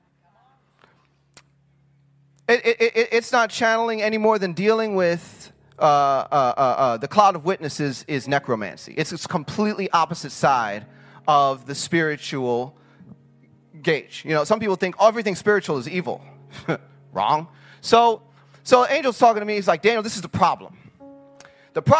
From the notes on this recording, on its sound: Sunday sermon from the Decoding the Supernatural Conference from March 7, 2021 at the Global Fire Church in Murfreesboro, Tennessee.